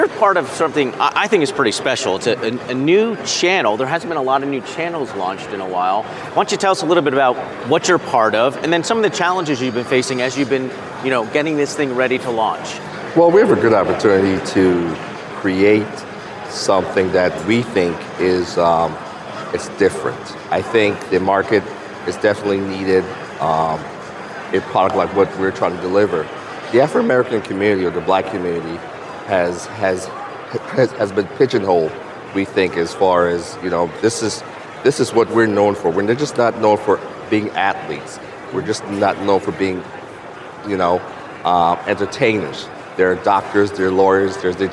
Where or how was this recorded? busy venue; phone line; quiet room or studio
busy venue